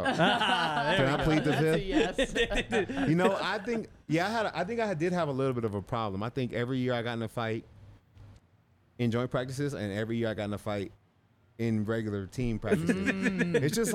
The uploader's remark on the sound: coming to you LIVE from the DNVR Bar